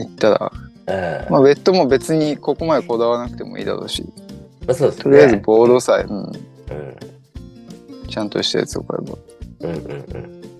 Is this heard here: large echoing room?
no